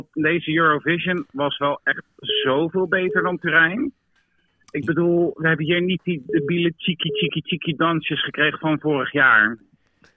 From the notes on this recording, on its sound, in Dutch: De inbelaflevering. Prachtige gesprekken vanuit verre landen.